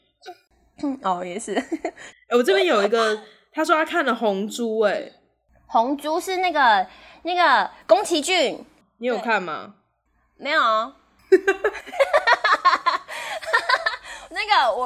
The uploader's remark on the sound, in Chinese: 直播節目會有一些現場音或不可抗力干擾請大家原諒我們QQ。這集是之前錄的，有些聲音銜接還是挺明顯的。目前是在Wave語音直播平台播出。